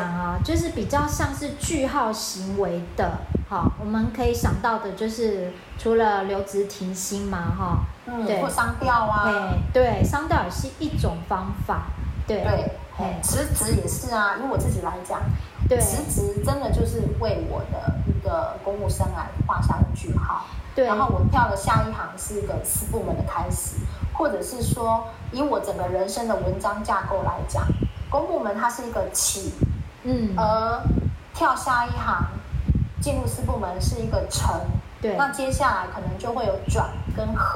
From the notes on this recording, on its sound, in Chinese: 後製時，發現有些雜音，聽起來沒那麼愉悅，還請聽眾們稍忍一忍